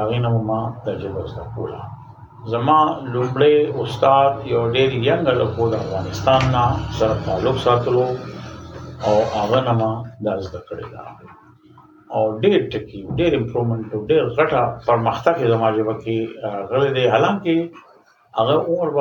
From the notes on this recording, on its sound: We apologize for the background noise.